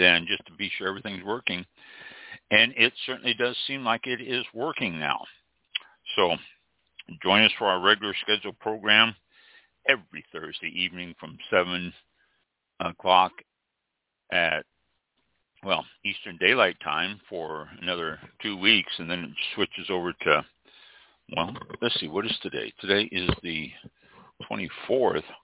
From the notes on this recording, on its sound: A short program to see if call in will work for guests